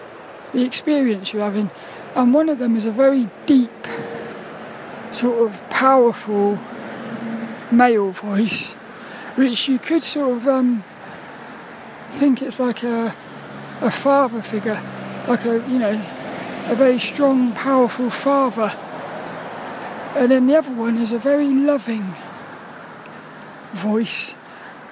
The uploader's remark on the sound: Walk and Talk. There were lots of birds out playing.